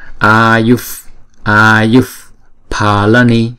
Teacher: Ngay chỗ chữ h có dấu nặng này là một visarga, nhưng mà theo sau đó là chữ p phở, cho nên chúng ta sẽ chuyển cái visarga này thành một âm là âm f